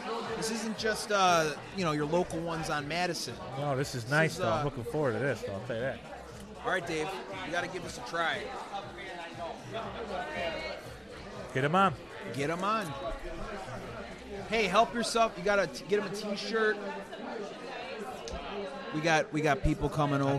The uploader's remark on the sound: Live at Black Barrel Tavern on Madison in Chicago.